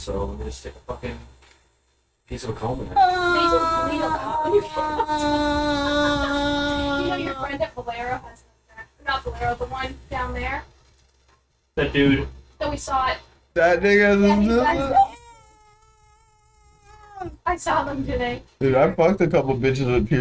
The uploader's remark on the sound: Sorry for the audio quality on this one